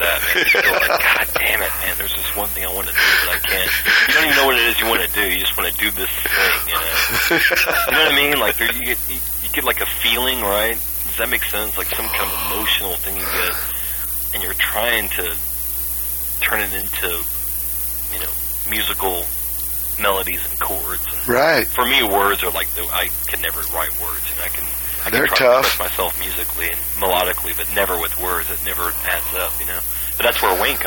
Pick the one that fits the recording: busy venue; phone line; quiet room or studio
phone line